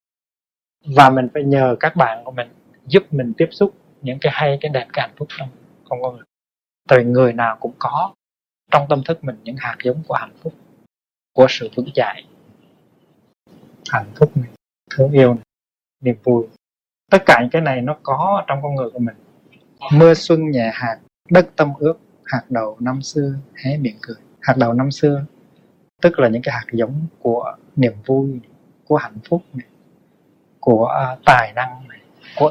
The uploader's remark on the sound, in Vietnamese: Do kĩ thuật thu hình thời đó còn lạc hậu nên chất lượng âm thanh và hình ảnh khá hạn chế